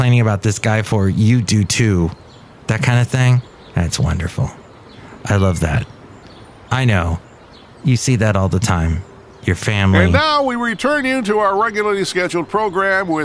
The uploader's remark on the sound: podcasts live from Café Anyway